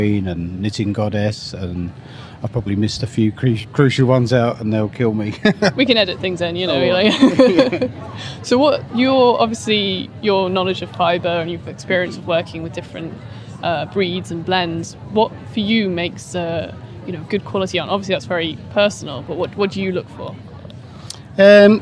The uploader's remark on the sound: Mini interviews recorded at Edinburgh Yarn Festival.